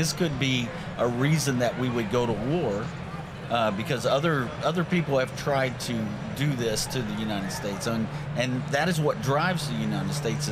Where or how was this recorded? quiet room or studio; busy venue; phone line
busy venue